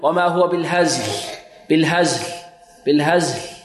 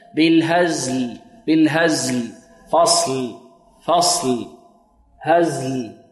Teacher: تسكين الزاي مع إعطاء اللام لا نقول مخرجه إنما إعطاؤها حقها من الجهر · Shown in: second take · لا نقول وما هو بالهزل بالهزل بالهزل، لا بالهزل بالهزل فصل فصل هزل.